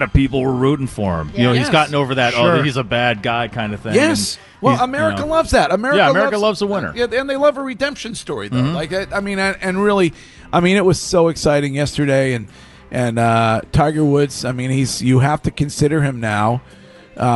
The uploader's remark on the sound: Broadcasting live from The Capital Grille